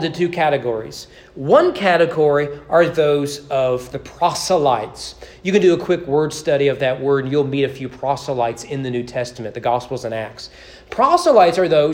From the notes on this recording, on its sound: Sermon preached on August 31, 2022 during evening worship at East Frankfort Baptist Church.